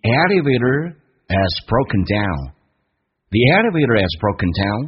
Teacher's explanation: drop the hsound，把这个 h 就去掉了